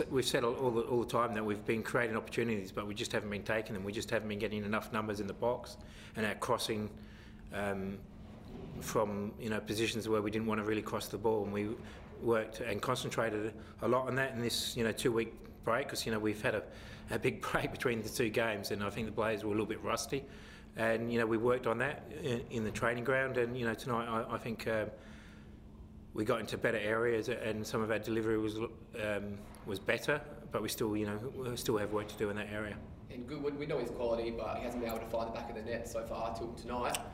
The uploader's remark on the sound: Post-Match Press Conference | Adelaide United v Wellington Phoenix.